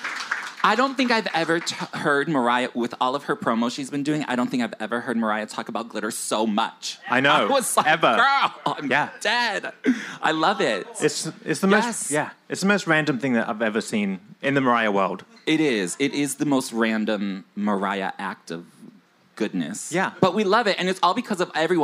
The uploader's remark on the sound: Live from Rise Bar, New York City!